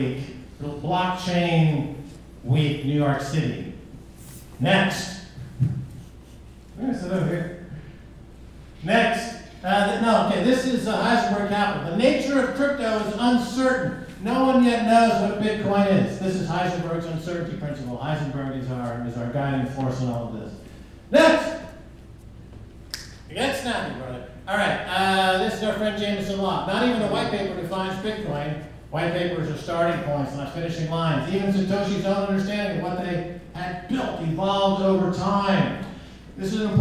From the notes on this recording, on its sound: CONSENSUS NYC 2018 BLOCKVAULT BY GOLDMONEY THE KEISER REPORT LIVE ON-STAGE.